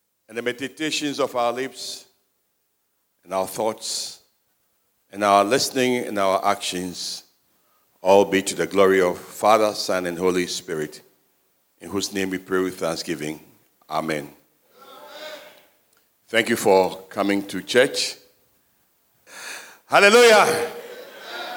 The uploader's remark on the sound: Sermon preached at CBC Shiashie Campus